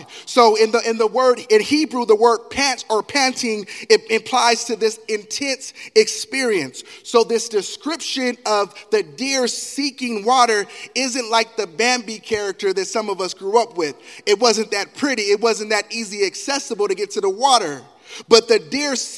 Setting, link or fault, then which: setting, live audience